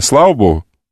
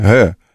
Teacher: в русском языке гэ-фрикативное существует в одном идиоматическом выражении